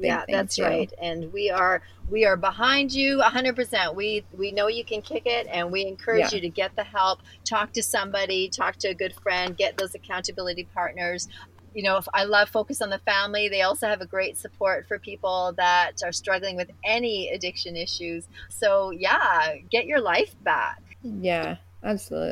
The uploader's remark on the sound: She lives in the Canadian mountainside and when it was time for our interview, she had to scramble to get to town for a better internet connection. After 1.5 hours of sitting in her car outside her local cafe.